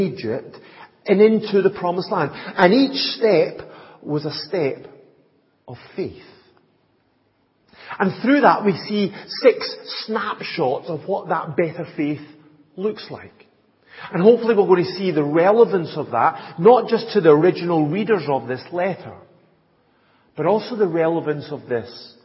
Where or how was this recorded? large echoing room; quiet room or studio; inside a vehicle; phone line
large echoing room